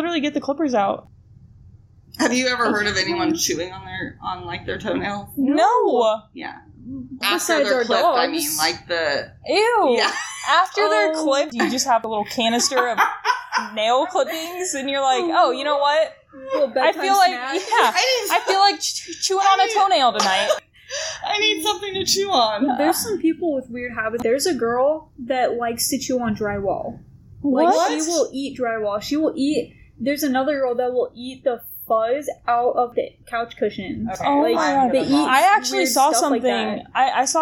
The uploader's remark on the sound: Sorry in advance for the poor microphone quality.